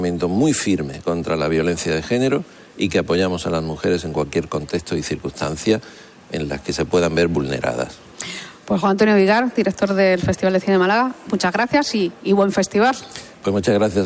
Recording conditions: busy venue